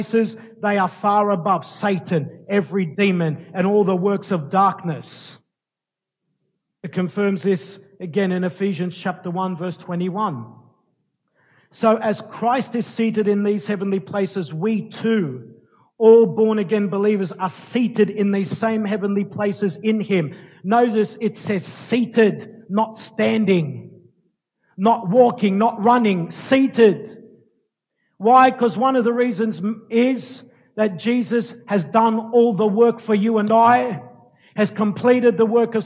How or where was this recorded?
large echoing room